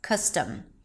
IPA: ˈkʌstəm